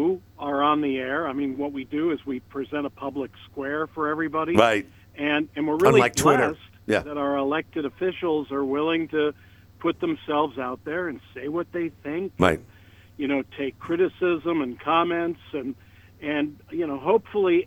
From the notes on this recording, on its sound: the phones didn't stop during today's Hotline and Live at Five Show